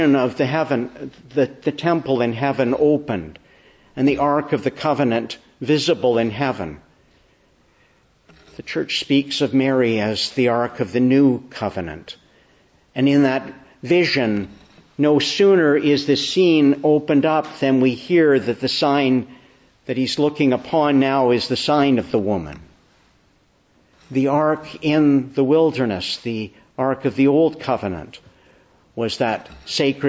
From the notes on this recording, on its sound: Evening Service. Preached on the Feast of Our Lady of Guadalupe at a Mass.